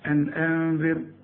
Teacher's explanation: أنذر هنا الراء رققها لأن الراء الساكنة اللي قبلها مكسور